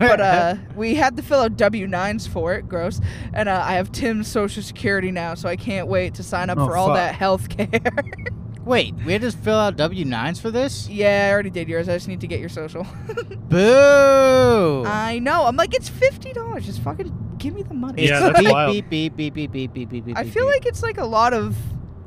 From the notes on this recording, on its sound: To pass the time on the 700 hour drive to western, MA we recorded a pod.